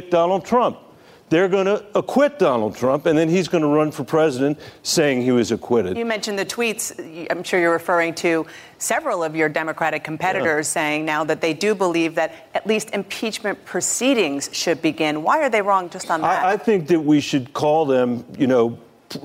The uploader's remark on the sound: A live town hall. In Atlanta, Georgia.